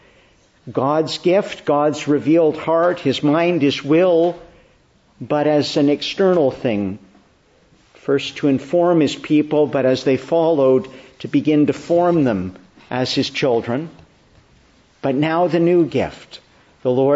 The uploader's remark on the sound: Morning Service. Preached in the Church of the Annunciation of the Blessed Virgin Mary, Ottawa on the feast of Pentecost/Whitsunday.